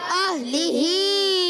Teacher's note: لام کے انچے زیر ہے، حرکت نہیں کھینچیں گے، ہا کے انچے کھڑی زیر ہے، ایک الف کھینچنا ہے · الی اہلہ، اہلہ میں حمزہ کو ہا سے ملانا ہے، اہ ہا کو کلیئر کریں گے، اہ حمزہ اور ہا حلق کے نیچے والے حصے سے ادا ہوتے ہیں